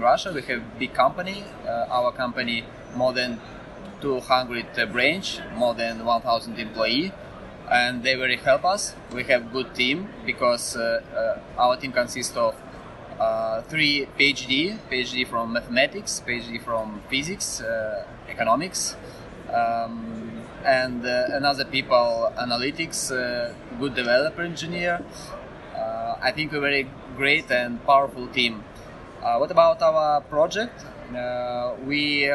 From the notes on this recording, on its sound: I have to unfortunately warn you in advance about the varying quality of the audio files. Recording was quite challenging since I was in the noisy center of the event and alas not in the quiet eye of the storm!